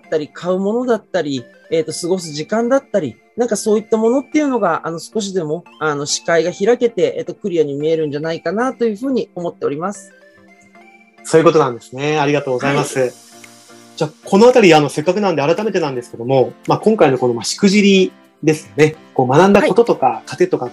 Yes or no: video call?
yes